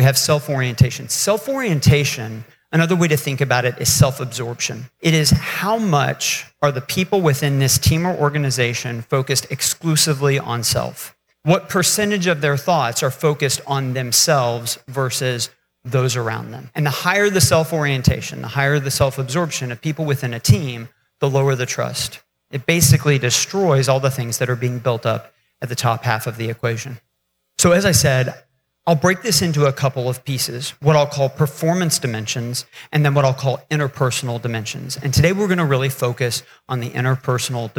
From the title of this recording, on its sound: LIVE from the Main Street Summit